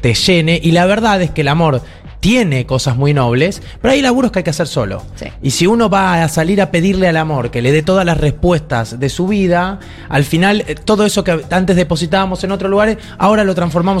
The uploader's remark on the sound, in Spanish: Transmitimos desde Tecnópolis, en el marco del Festival It Joven